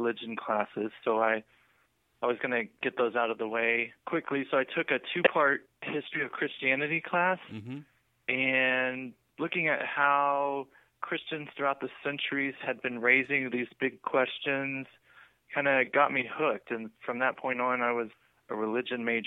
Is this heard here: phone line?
yes